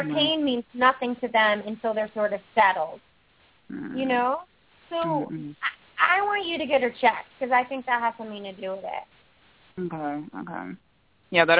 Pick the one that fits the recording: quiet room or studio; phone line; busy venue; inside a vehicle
phone line